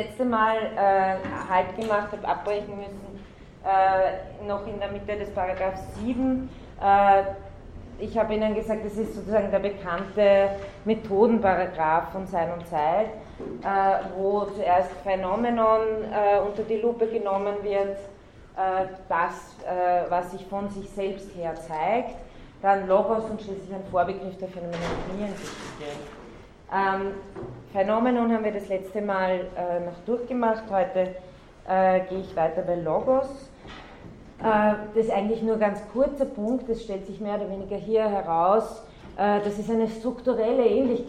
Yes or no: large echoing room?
yes